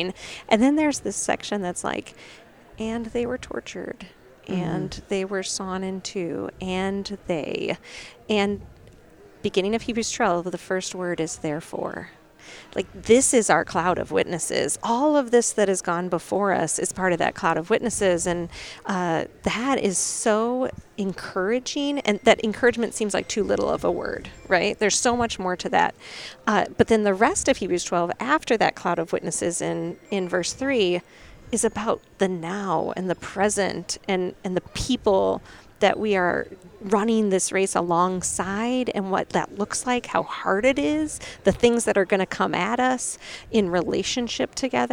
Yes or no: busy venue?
yes